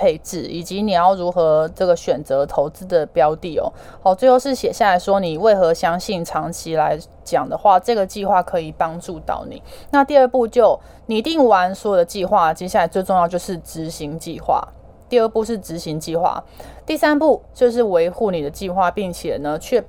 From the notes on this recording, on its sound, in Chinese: 本集有些許雜音，已亟力避免，如有察覺請多多包涵。